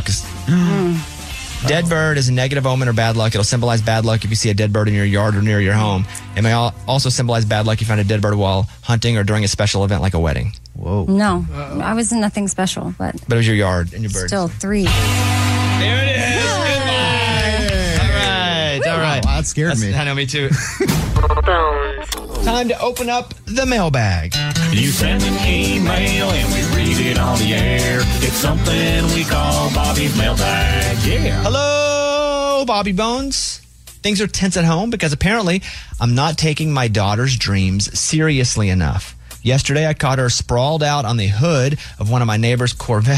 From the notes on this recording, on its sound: A listener called